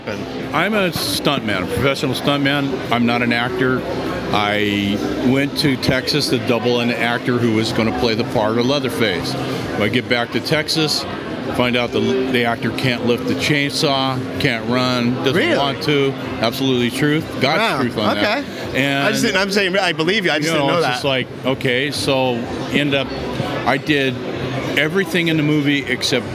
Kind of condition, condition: setting, busy venue